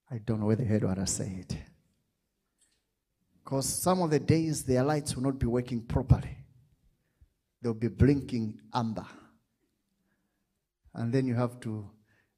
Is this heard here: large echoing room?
yes